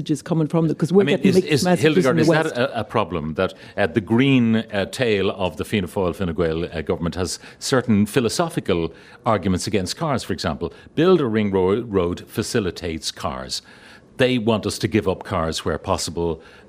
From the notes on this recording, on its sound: live from The Galmont Hotel in Galway